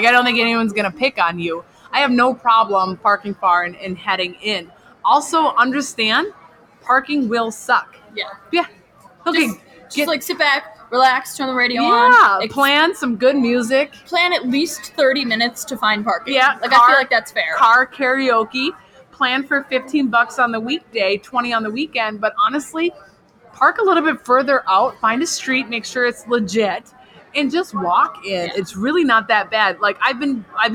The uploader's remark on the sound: Minnesota State Fair. We recorded this podcast AT THE FAIR.